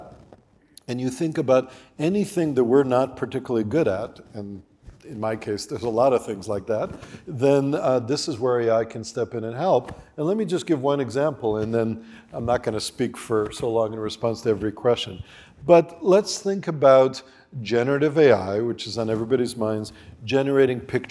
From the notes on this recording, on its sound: Who spoke at the Crosscut Ideas Festival in May 2023.